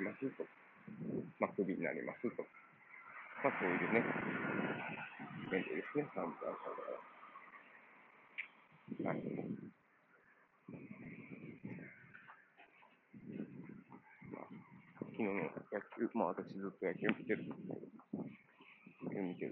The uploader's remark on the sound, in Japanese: 歩きながらとりとめもない話をしています